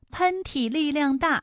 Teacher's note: 喷嚏的喷是前鼻音，它的韵母是 N，而力量大的量是后鼻音